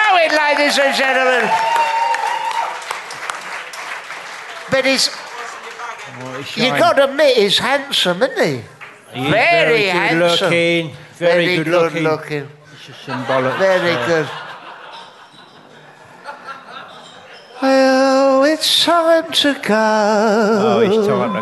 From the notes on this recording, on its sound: LIVE at The Guanabara Club, Covent Garden. 250 fans at fever pitch turn up.